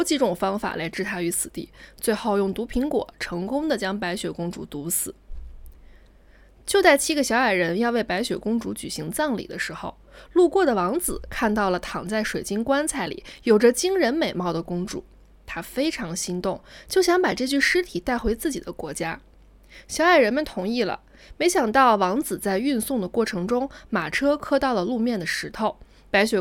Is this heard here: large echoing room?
no